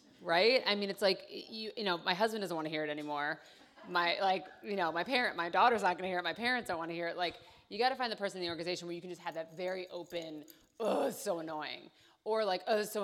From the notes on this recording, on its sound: DENtalks LIVE Female Bosses Q&A. LIVE Audience Q&A portion from our DENtalks LIVE Female Bosses Panel!